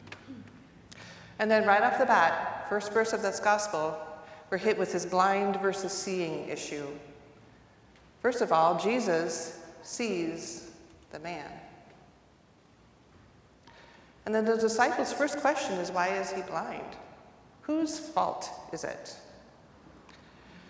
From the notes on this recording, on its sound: recorded live at the 10:00am service